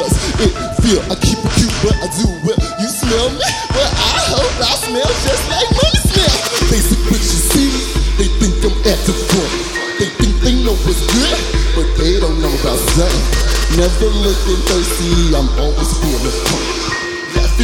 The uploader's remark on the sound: Live from SXSW